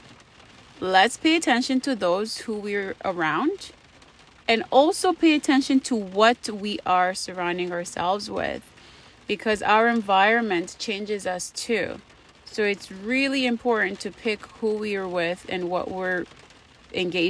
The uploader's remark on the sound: I recorded while it was raining thinking it was a good idea, you be the judge. I'm iffy about the sound quality.